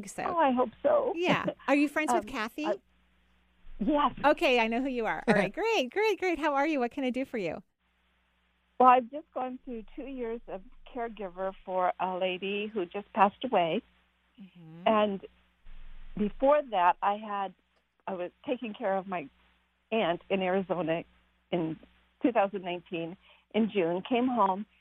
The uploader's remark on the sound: Today is a call-in show!